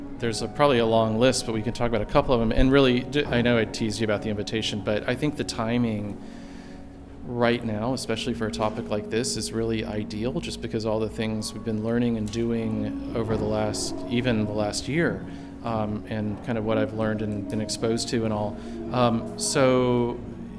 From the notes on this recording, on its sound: LIVE from the Net Health Event at the Private Practice Section Meeting in Chicago